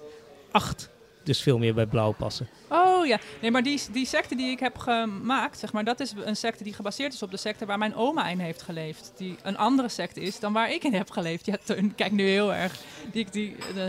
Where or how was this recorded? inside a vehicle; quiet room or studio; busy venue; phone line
busy venue